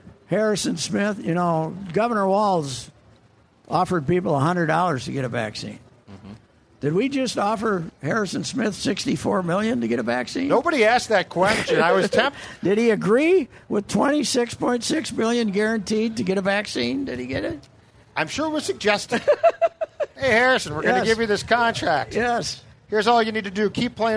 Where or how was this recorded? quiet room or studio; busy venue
busy venue